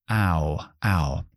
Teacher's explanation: para abrir primero tanto y luego terminar con la U